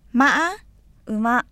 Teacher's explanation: 普通の声の高さから、喉を詰め気味にして上昇させ、すぐに喉を閉じ、解放と同時にさらに上昇させる声調 · Term: 第五声